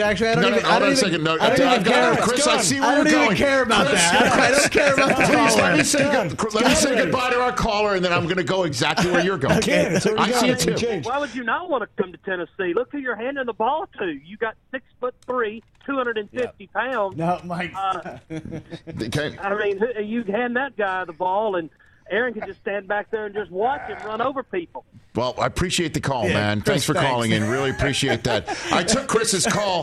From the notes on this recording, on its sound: takes calls, er---ATTEMPTING to take calls from viewers